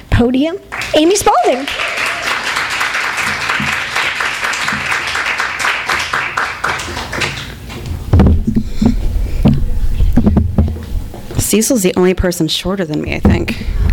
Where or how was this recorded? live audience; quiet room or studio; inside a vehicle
live audience